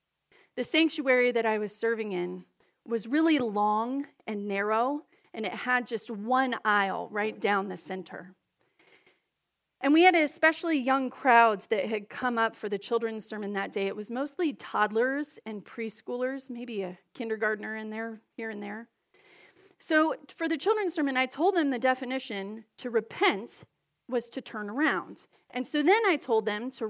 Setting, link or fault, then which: setting, large echoing room